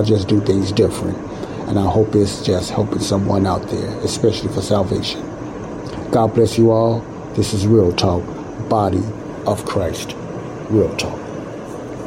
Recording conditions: background noise